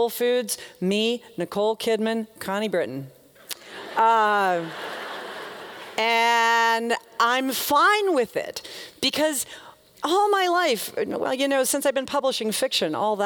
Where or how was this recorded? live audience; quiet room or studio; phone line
live audience